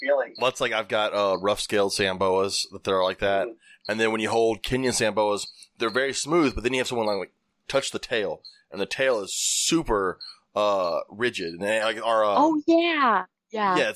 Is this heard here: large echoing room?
no